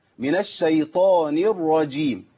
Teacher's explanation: انا عندي نون مكسوره بعديها راء مفخمه